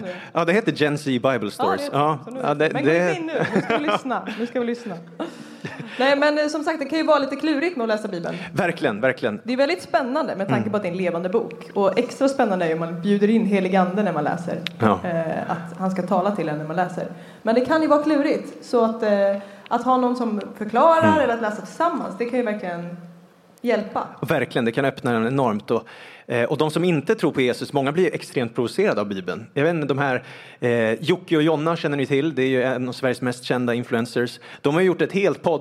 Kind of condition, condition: setting, live audience